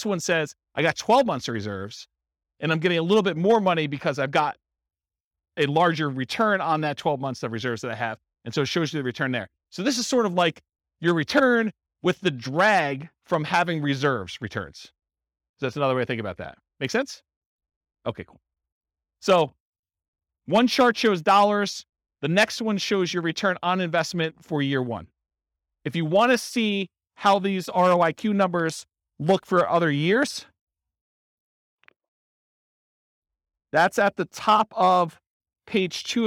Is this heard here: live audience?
yes